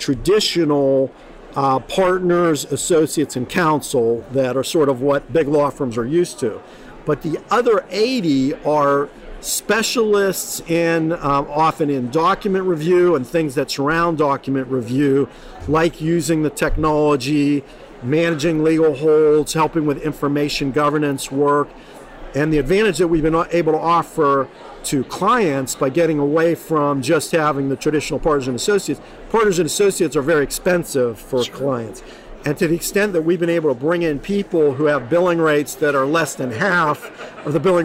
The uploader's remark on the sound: Live at ARMA InfoCon